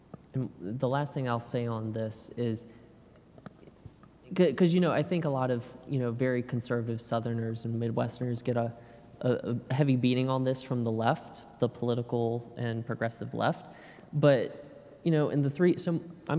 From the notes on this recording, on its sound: This episode is Part 2 of a 4 part series recorded live on Slavery and Reparations. Parts 2 and 4 are the Q&A portions with the live audience.